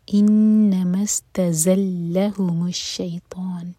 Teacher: زا پر buzzing sound اور لام پر زور دیں گے. ہم کی ضمیر سے پہلے لام ہے، لام پر زور دیا جائے گا.